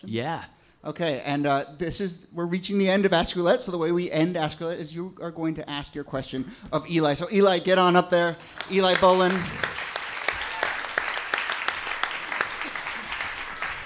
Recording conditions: live audience